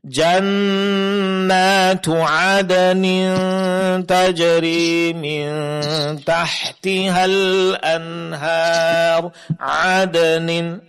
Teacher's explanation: Kemudian pengucapan huruf ain tadi, jangan lupa huruf ain makhrajnya jangan berubah menjadi huruf hamzah ya, karena makhrajnya berdekatan